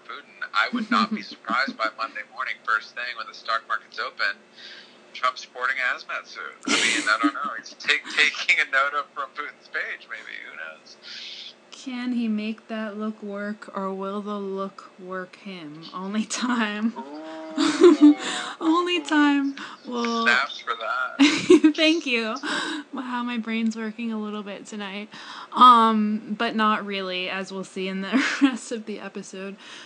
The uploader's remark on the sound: Please bear with our sound issues, we are but a young & broke podcast.